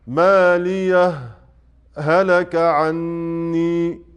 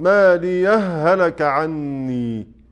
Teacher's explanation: يبقى في قوله تعالى مالية هلك، لو وصلنا الآية بالآية التالية هيكون عندي وجهان، الإظهار وهو المقدم في الأداء، وعشان أظهر الهاء عند الهاء لابد من سكتة لطيفة · Shown in: first take · ونجد في المصحف كاتبين سين كده فوق هذا الموضع، يعني أقرأ كده مالية هلك عني، هكذا.